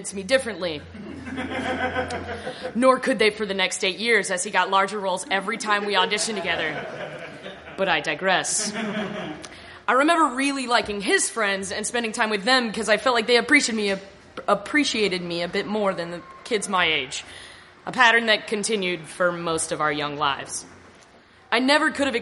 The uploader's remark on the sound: Live from the Jangleheart Circus! Upstairs Gallery - the venue we used to call home - hosted an awesome comedy festival in the city, and they were kind enough to let us record an episode of our podcast there.